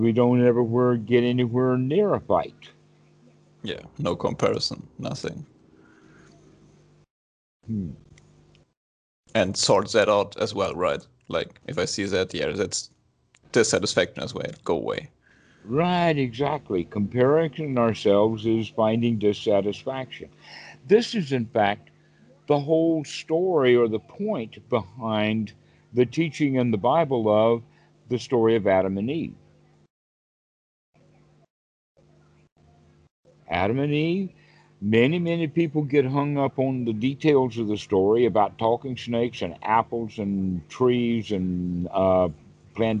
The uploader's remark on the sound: Skype calls.